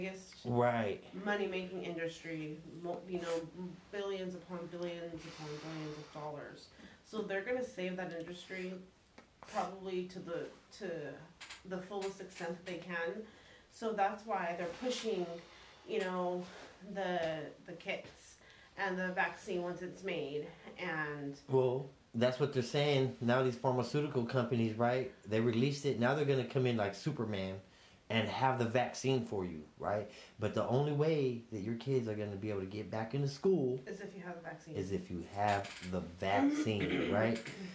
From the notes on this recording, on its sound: sorry about the technical difficulties